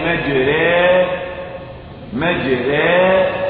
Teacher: هذا الألف مجرى يمال إلى الياء · Term: الالف الممالة